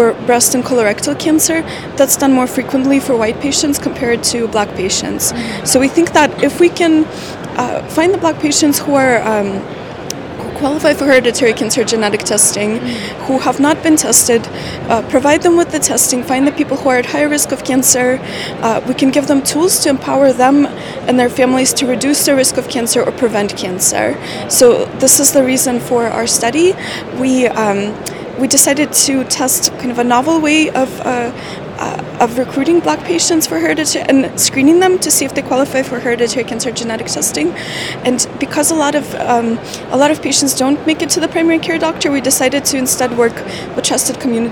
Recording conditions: busy venue